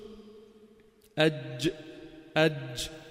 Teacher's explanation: بنشوفهم مع بعضنا، شفت؟ أج، أج، مش من قدام ولا من ورا، وسط اللسان بيضرب بالسقف · Term: الجيم